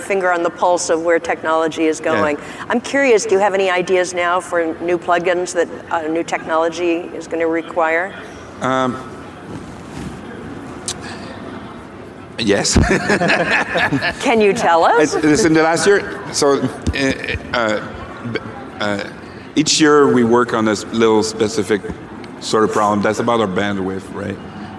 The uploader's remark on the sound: 2019 #NABShow Live